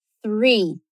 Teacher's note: a minha língua está no meio dos dentes para falar esse TH